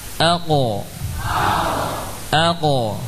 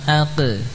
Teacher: Namun qaf suara qalqalahnya itu lebih tebal. Ya, ada sifat tafkhimnya. · Shown in: first take